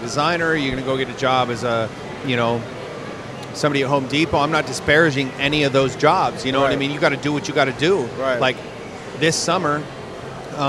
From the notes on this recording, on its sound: joins me in the Sullen Clothing booth, at the 2015 Musink festival.